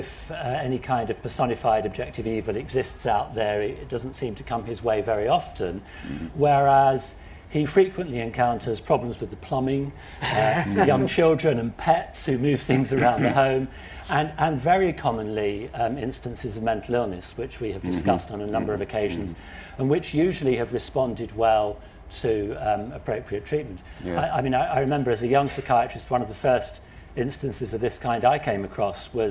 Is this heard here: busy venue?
yes